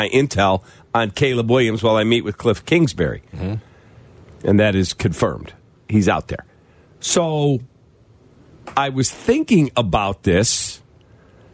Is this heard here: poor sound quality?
no